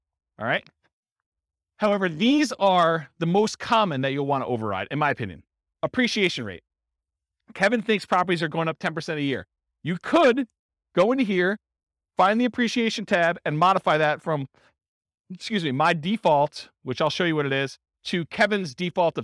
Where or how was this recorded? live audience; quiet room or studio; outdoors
live audience